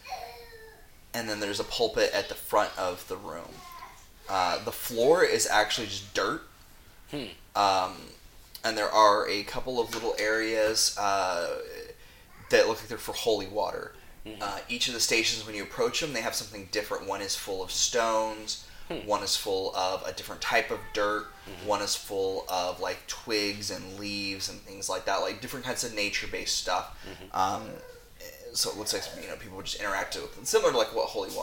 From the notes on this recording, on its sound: baby noises in the background